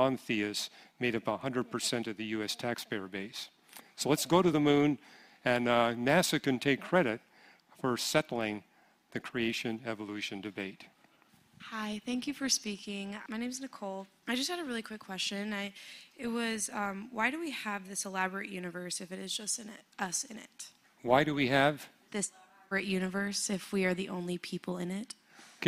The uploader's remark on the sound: 2023 Apologetics Conference. The floor was opened for questions from the audience.